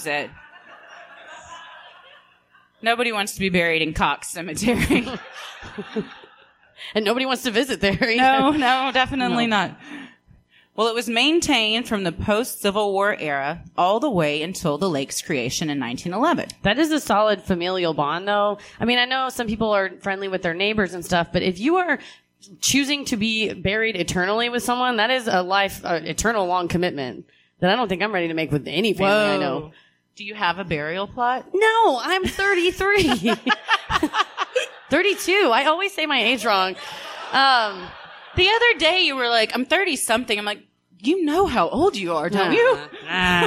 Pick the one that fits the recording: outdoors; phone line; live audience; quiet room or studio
live audience